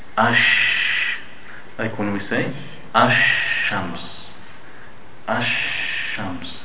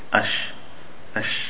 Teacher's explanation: This is called the tafashi of the sheen. Tafashi literally means a spreading of the air within the whole mouth, so that the air touches the front teeth. · Shown in: first take · You'll feel the air, and it continues.